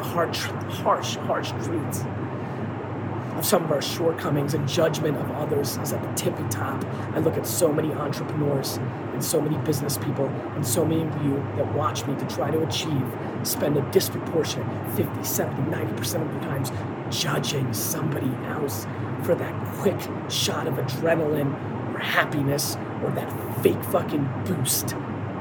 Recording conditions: phone or laptop microphone